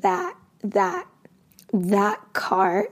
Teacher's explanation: we're going to have a T stop at the end of that. We don't actually pronounce that T, that.